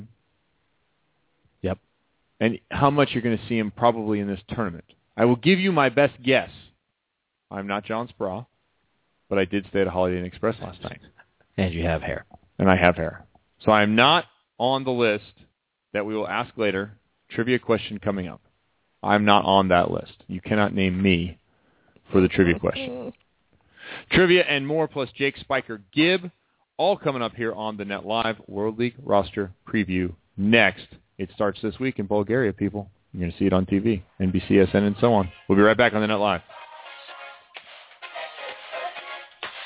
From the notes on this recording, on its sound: Called in from the airport. Checks in from North of the boarder.